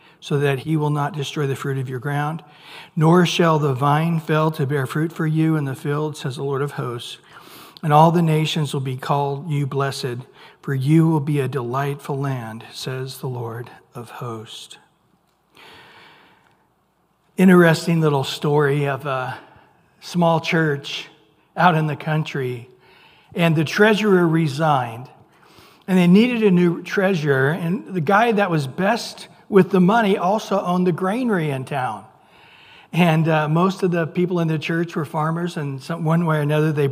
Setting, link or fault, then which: setting, large echoing room